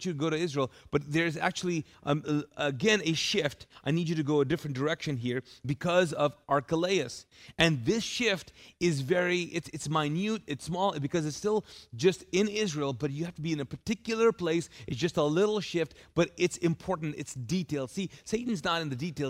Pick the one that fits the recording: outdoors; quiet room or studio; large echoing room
large echoing room